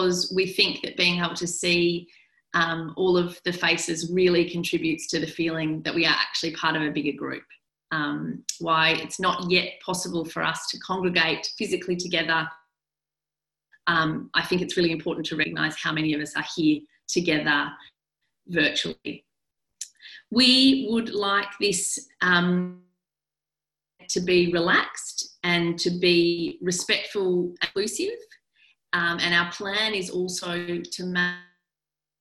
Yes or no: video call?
yes